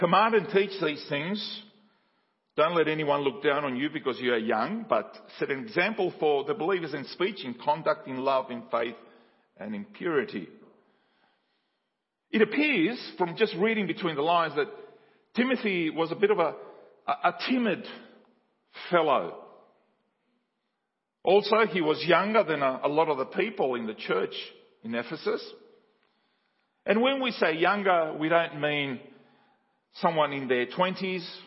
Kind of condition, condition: setting, large echoing room